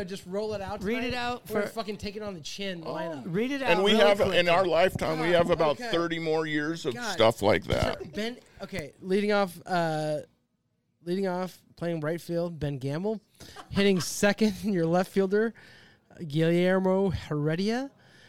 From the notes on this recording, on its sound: live at Vault 177 Bar and Grill